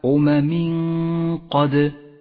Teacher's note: تعالى أمم قد جاء بعد التنوين حرف القاف وهو حرف إخفاء نخفي التنوين بالقاف مع بقاء غنة للتنوين زمنها حركتان · Term: الإخفاء